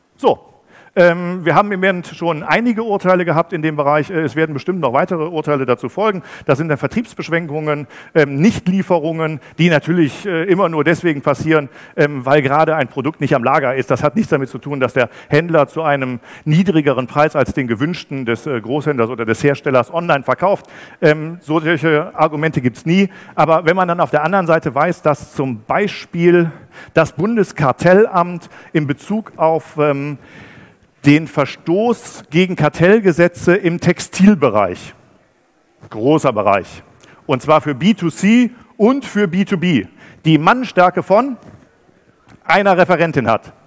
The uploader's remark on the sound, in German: Beim Digital Commerce Day für einen anderen Speaker eingesprungen und hat einen denkwürdigen Vortrag zum Ende des Großhandels gehalten.